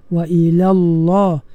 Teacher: lam yang pertama tu la tu nipis lam yang kedua pada lafaz Allah itu ditebalkan